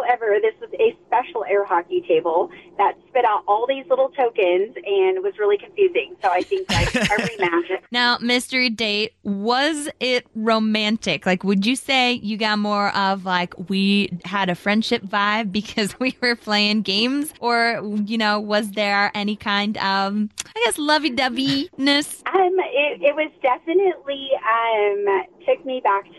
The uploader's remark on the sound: Got her on the phone.